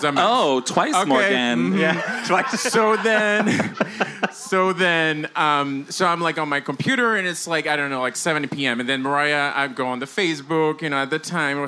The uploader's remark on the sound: Live from Rise Bar, New York City!